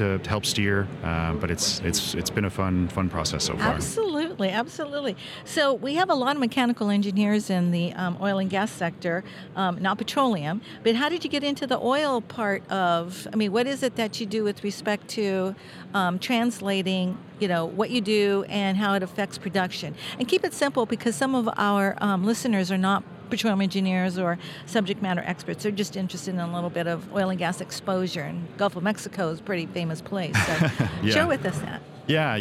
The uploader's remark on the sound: Recorded at the 2023 SPE Annual Technology Conference and Exhibition, San Antonio, Texas.